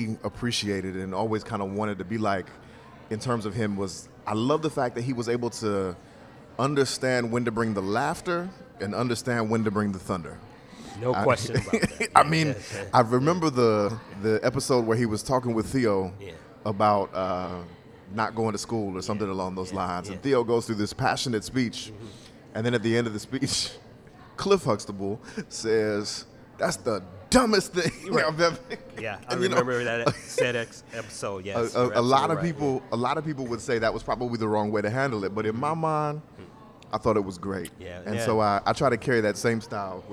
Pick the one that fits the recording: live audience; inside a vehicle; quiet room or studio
live audience